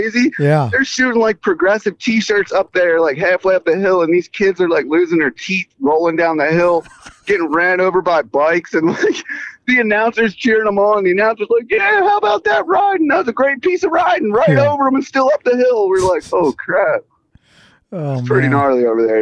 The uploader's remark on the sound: phoned us up this morning on his way to North Carolina